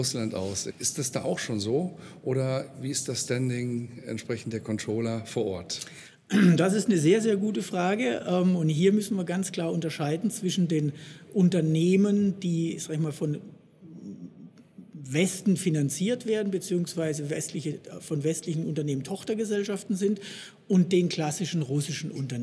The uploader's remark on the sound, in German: Im Interview auf dem CC 2018. Congress der Controller in München. Der Performance Manager Podcast war live vor Ort und hat auf der größten Controller-Fachtagung in Europa mit den Who‘s Who im Controlling geredet.